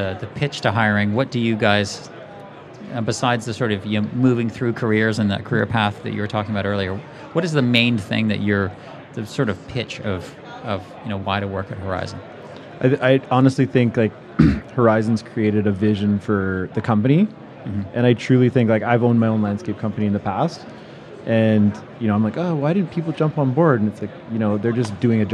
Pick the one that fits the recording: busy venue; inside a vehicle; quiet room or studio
busy venue